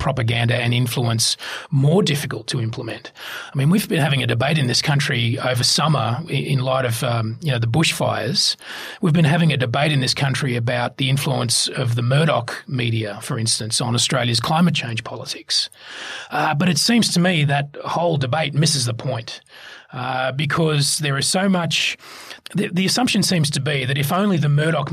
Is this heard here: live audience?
no